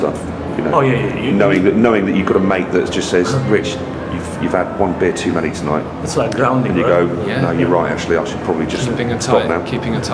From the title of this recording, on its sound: Live at the Brighton Music Conference